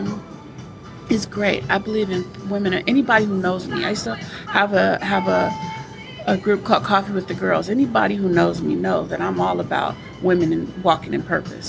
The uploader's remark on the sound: This podcast was recorded at the Wing-Stop on Greenspot Road in Highland California.